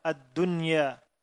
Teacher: maka nun sukun diizharkan ketika bertemu dengan ya dalam satu kata.